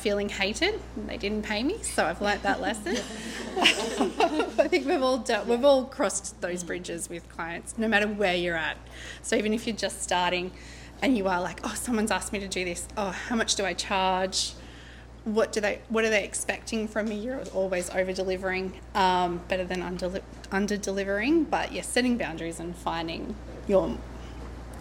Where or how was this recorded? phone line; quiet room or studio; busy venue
busy venue